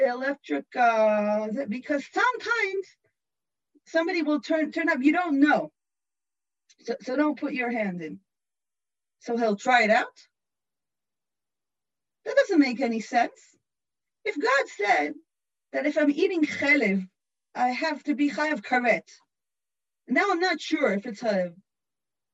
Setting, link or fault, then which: link, video call